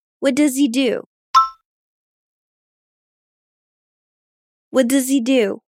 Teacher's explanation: Sometimes the H in he is silent.